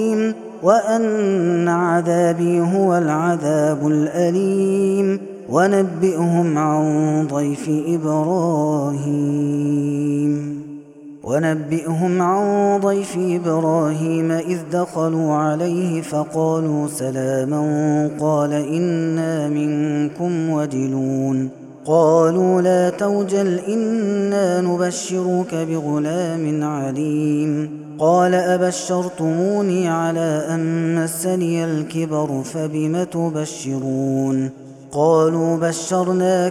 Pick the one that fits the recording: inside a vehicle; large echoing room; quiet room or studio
large echoing room